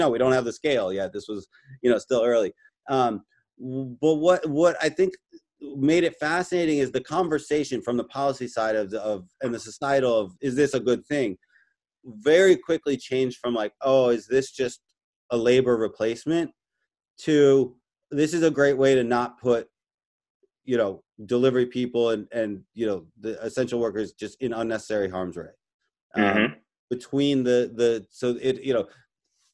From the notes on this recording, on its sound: This is episode was recorded remotely.